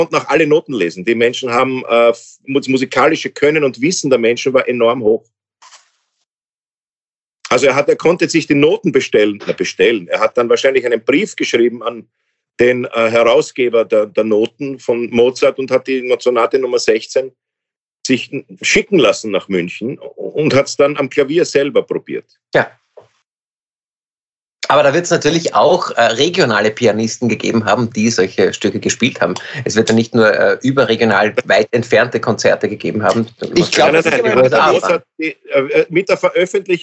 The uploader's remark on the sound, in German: Bei unserem nächtlichen Austausch. Indem sie einander via Skype am Abend beim Reden zusehen.